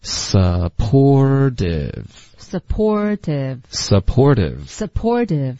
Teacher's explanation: 这个特的音在美式的发音会浊化成一个的的音